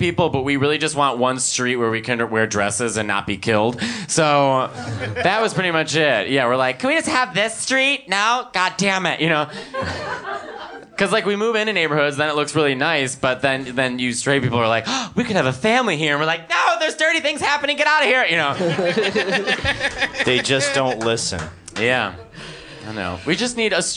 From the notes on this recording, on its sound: In this LIVE episode from Union Hall in Brooklyn.